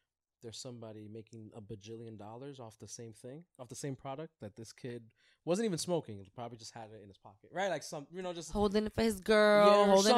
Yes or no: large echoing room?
no